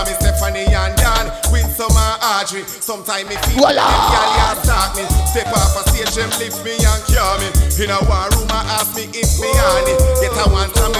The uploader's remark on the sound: JAMAICA INDEPENDENCE BASH AT JAMROCK 8943 LEM TURNER ROAD JACKSONVILLE FL.